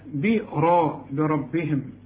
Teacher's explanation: بربهم برضو كل راء مفتوحه مفخمه، براء بربهم عذاب جهنم.